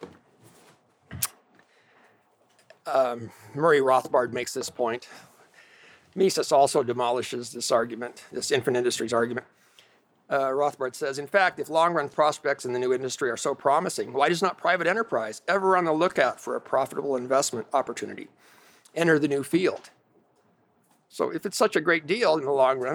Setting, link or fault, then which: setting, large echoing room